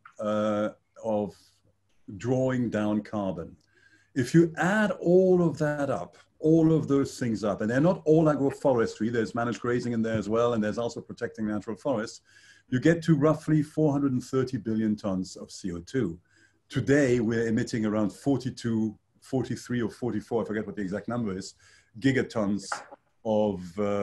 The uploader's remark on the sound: Excerpts from online panel discussion. Hosted by IIEA Brussels.